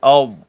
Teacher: pada huruf dad tiada qalqalah, bukan adda tapi ad. Dad, sebutan ada huruf dal, maknanya ada bunyi qalqalah situ sebab ada huruf dal.